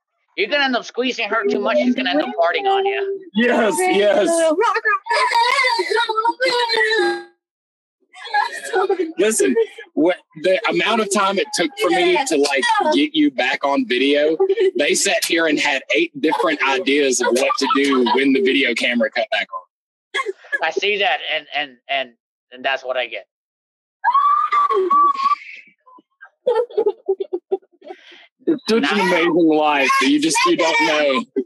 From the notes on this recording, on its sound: This is pure chaos and the sound wasn't the best but it is hilarious!